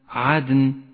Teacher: عدن، هذه الدال تحتاج إلى قلقلة